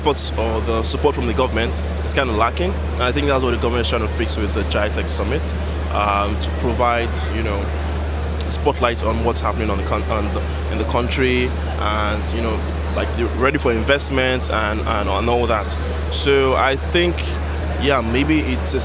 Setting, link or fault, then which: setting, busy venue